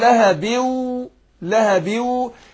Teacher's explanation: نون التنوين، بعد التنوين اقول لهبيو لهبيو، يبقى ادغمت النون نون التنوين لهبيو في الواو اهي، لهبيو مع الغنة حركتين، مقدار الغنة حركتين، شوف المقدار قد ايه الفترة الزمنية. · Term: ادغام بغنه